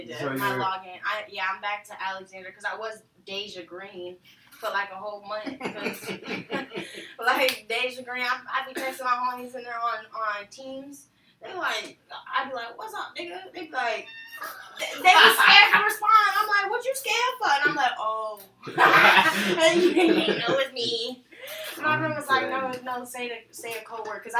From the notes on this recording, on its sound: Plsss don't mind the audio change <3 we are going through a transition and are trying new software out. Please bare with us as we make new adjustments.